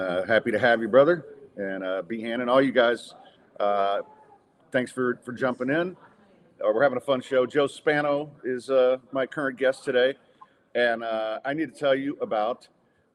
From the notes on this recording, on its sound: Recorded on site at Midtown Bar and Grill